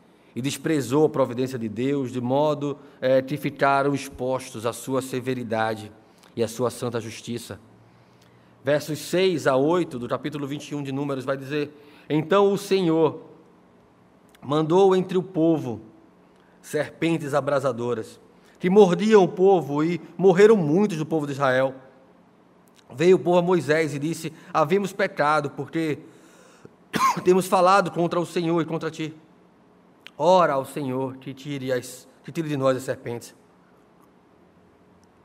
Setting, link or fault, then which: setting, live audience